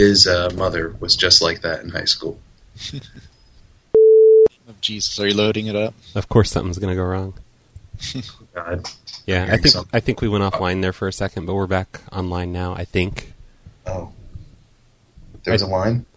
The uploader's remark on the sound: Prank Phone Calls